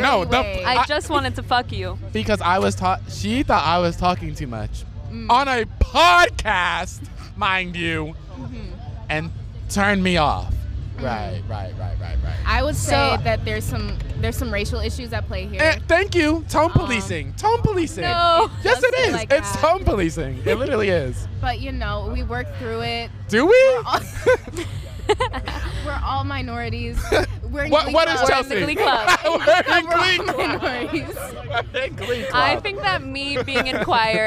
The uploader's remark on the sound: LIVE from SpringFest. Go to SpringFest to talk to students.